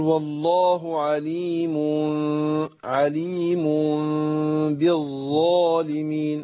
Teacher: ما بتروحش الميم خالص زي النون، ما بيذهبش مخرجها خالص · Term: الاخفاء